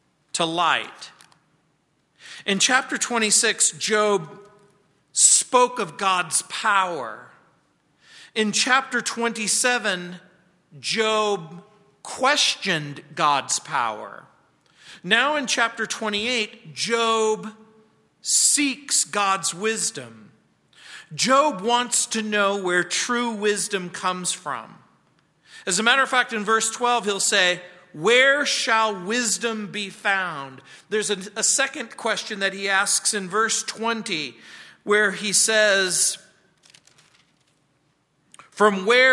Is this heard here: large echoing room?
yes